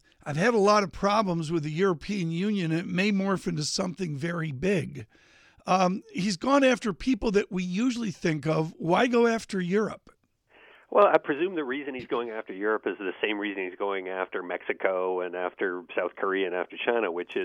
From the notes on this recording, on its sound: phones in from Princeton